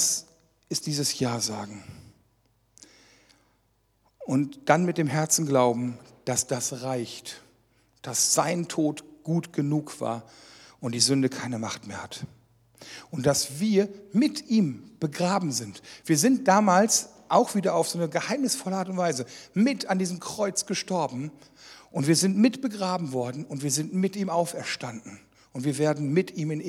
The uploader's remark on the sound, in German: Teil einer Reihe, die während einer Jugendmitarbeiterschulung aufgezeichnet wurde.